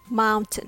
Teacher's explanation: It has two syllables. The first syllable is longer than the last one, so the rhythm goes tada, mountain.